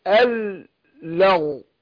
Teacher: أنا براقق اللام والغين مفخمة بس أنا ما خلطش الحروف بعض مش عشان أنا هفخم من غين أروح مفخم معاها اللام لا أقول اللغو اللغوي.